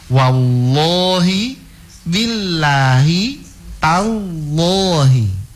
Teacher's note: Billahi dia dibaca tipis. Tallahi dibaca tebal. Wallahi dibaca tebal.